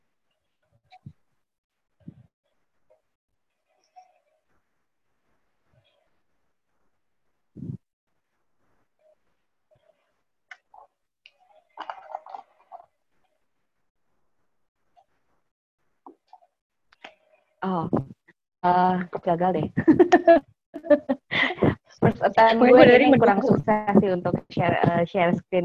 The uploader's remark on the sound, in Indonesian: Tadinya saya ragu untuk meluncurkan wawancara ini (karena kualitas rekaman yang pas-pasan).